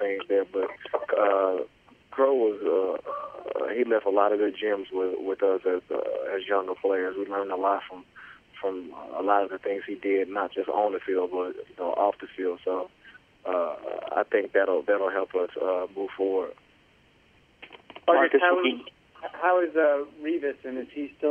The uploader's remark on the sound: Conference Call